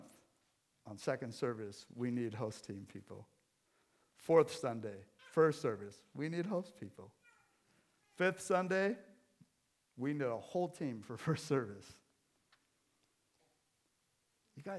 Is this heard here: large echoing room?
yes